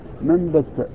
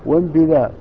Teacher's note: الباء بينهما تنافر تباعد المخرج وغنة النون ورخاوتها تخالف شدة الباء فجيء بدلا من النون بالميم وهي مخرج الباء وتشبه النون في الغنة ولا فرق بين يكونا في كلمة واحدة أو أن يكونا منفصلين